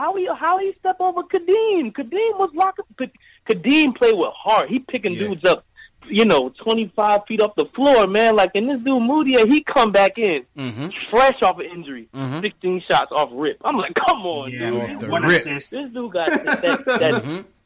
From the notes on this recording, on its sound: take live phone calls from fans around the world